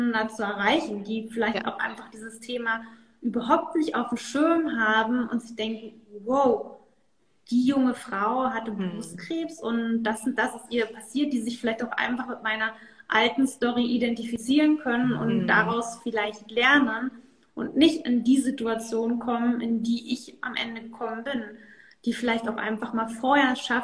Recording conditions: video call